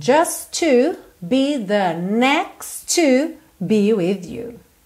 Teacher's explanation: Atenção aqui, como tanto do just pro to, quanto do next pro to, a gente junta esses T's em um T só.